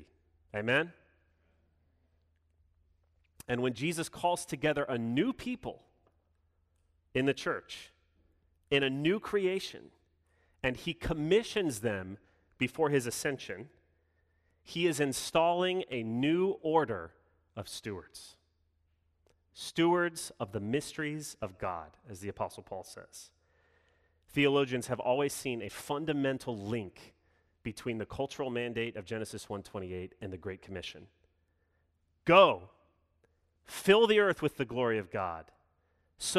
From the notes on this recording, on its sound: Sermon delivered Sunday, June 6, 2021